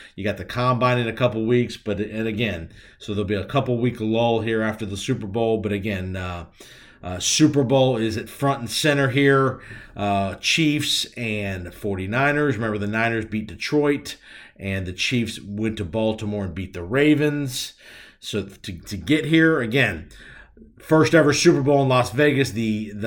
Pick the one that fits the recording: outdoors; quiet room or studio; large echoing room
quiet room or studio